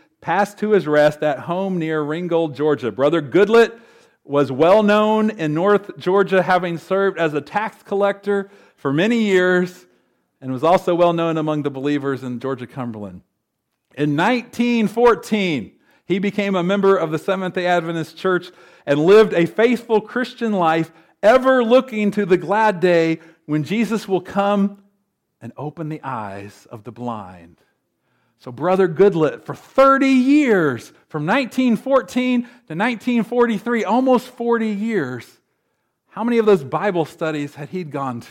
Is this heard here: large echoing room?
yes